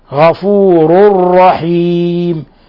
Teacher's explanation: تنوين ضم جاء بعده الراء الحكم التجويد، إضغام بغير غنة